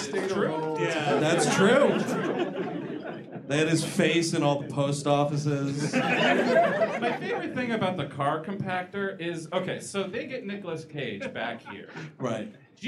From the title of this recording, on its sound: Live in D.C.